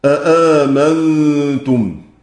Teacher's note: على إبدال الثالثة واختلفوا في الثانية والأولى، فصحبة شعبة وحمزة والكسائي يقرؤون بتحقيق الهمزة الثانية في المواضع الثلاثة